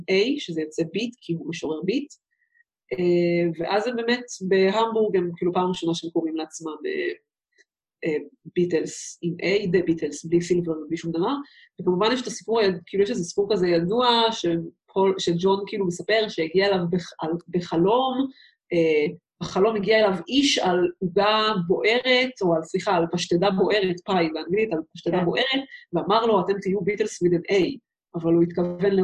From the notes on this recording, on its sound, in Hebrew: הרמת הקלטה דרך זום